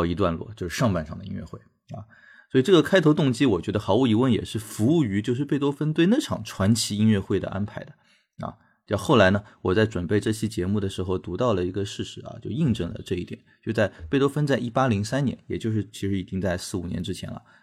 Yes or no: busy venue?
no